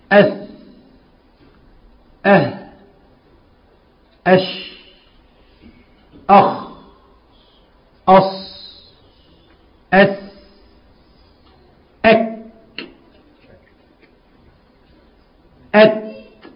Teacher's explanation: هذه الحروف بعد ما بننطقها من مخارجها اللي خدناها المرة الماضية في نفس بيطلع، مش صوت، مش صوت عالي، لا ده همسة نفس هواء · Term: الهمس